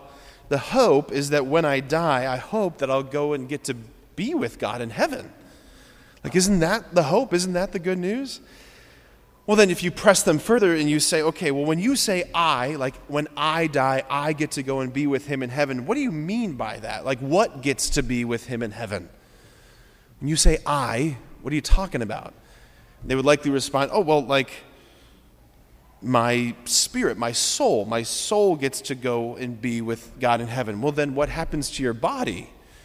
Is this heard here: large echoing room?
yes